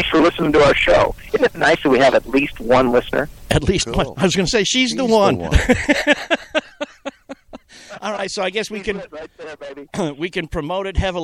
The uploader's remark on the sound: Live from The Polo Fields.